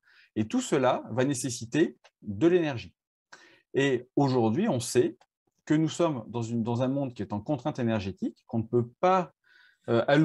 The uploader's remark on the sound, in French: Visio-conférence du collectif Culture Santé